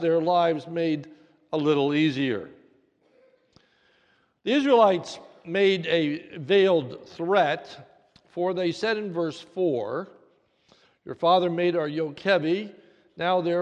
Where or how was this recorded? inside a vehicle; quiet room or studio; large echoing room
large echoing room